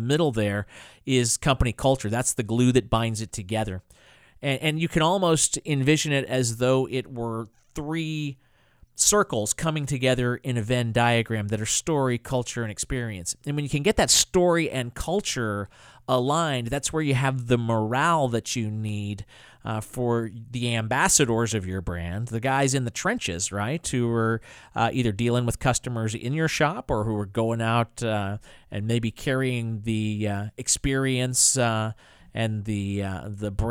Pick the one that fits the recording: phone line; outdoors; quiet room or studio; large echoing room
quiet room or studio